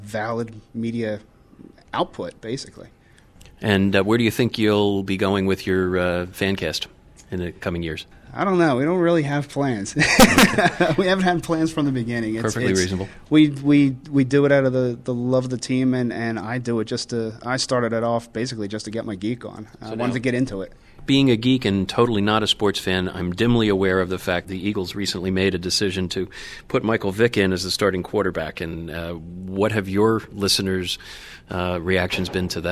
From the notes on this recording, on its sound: Special LOC Podcast: PodCamp Philly Podcast. In this live recording from PodCamp Philly 2010.